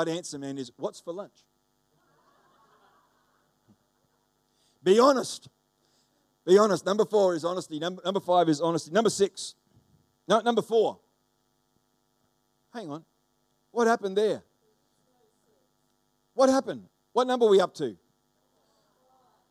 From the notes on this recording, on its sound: The live stream of Destiny Church Atherton.